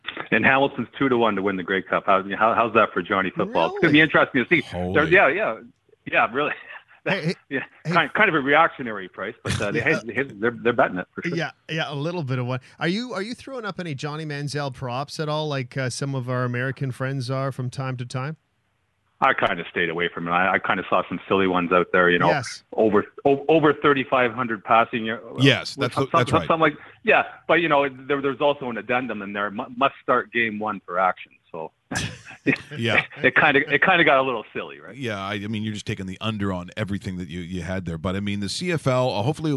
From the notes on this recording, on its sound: We stream live weekdays. On today's show, we are joined on the phone.